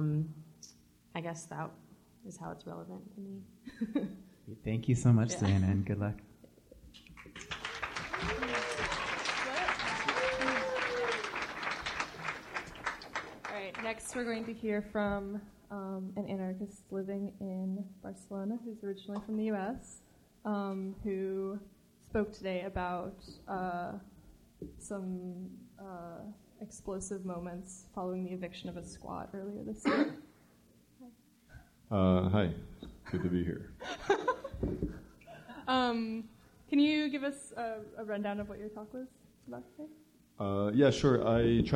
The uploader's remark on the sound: Live from the Carrboro Anarchist Book Fair! Recording an episode of the Ex-Worker in front of a live anarchist audience! Interviewed a wide range of participants from the book fair.